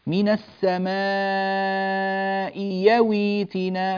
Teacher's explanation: أبدلنا الهمزة الثانية هنا ياء مفتوحة · Term: الإبدال